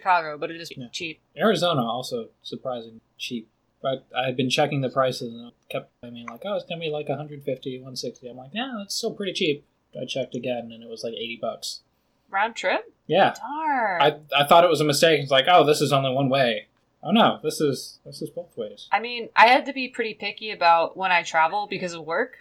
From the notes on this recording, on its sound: Apologies for the audio this week. I let the auto tools in audacity loose instead of doing everything myself. The end result is a rather manically paced episode with a number of sentences cut off.